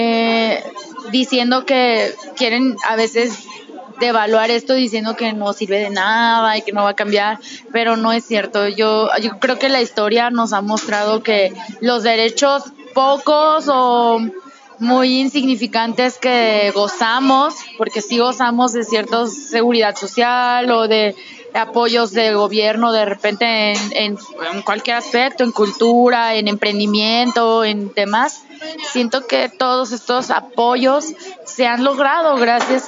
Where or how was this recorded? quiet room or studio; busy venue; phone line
busy venue